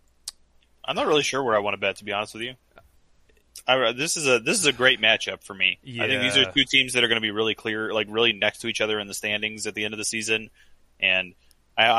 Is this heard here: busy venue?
no